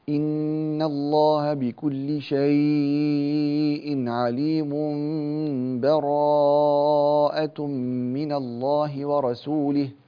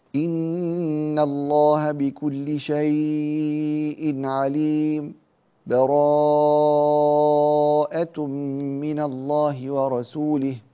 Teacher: وصل آخر سورة الأنفال ببراءة دون سكت أو تنفس · Shown in: first take · مثل أن يقول: إن الله بكل شيء عليم، براءة من الله ورسوله، هذا الوصل دون تنفس.